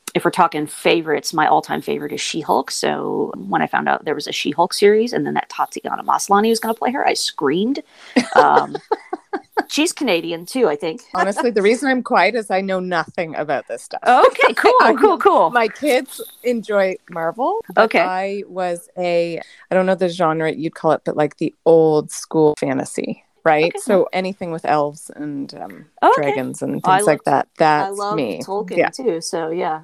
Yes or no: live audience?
no